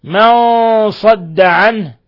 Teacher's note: نون ساكنة جاء بعدها الصاد الحكم التجويدي إخفاء حقيقي